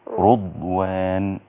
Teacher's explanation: إن هما الاثنين قرأوا على عاصم. فقرأ شعبة في كل القرآن في راء رضوان ان هي تبقى بالضم فتصير رضوان وهي لغة ايضا.